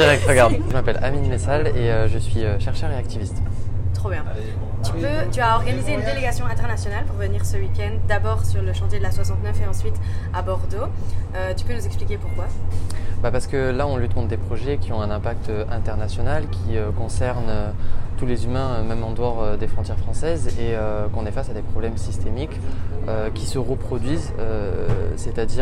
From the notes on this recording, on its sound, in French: Le son n’est pas toujours parfait car le terrain n’est pas le meilleur studio d’enregistrement. Pendant ce weekend de puissance militante.